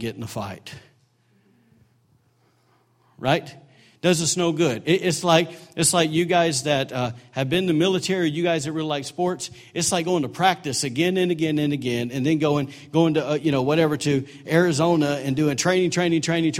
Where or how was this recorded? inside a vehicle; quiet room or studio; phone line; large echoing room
large echoing room